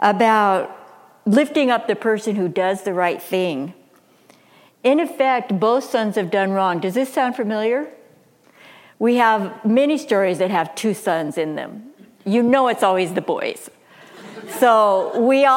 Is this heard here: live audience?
yes